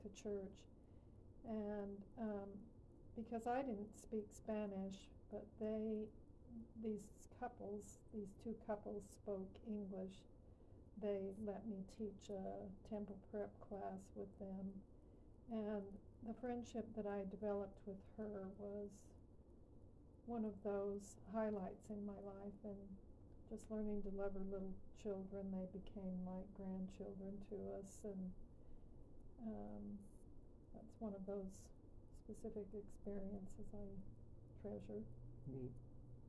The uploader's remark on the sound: QUIET AUDIO ISSUES